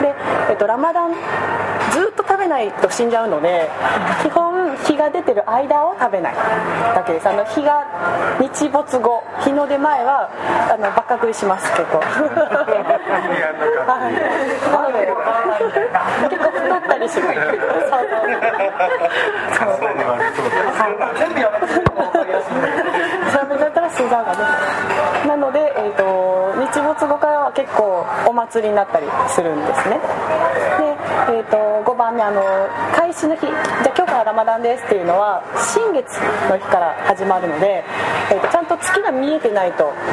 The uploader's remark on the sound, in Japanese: 飲食店での収録のため雑音が多くなっております。